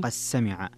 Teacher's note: فيها الدال مع السين، فيها الإدغام الصغير لأبي عمرو